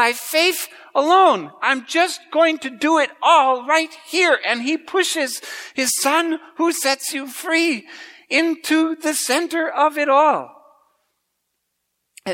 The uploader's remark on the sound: preached at Grace Ev.